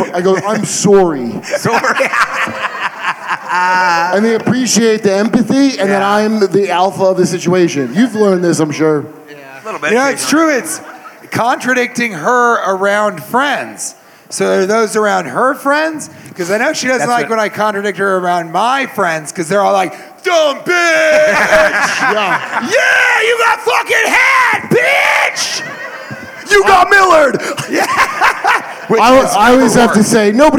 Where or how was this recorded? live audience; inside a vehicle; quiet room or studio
live audience